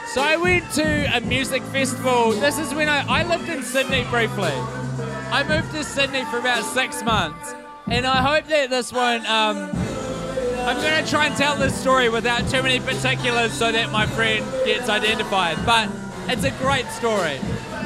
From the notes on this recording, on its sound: Recorded in downtown Auckland city at a underfilled club on a Friday night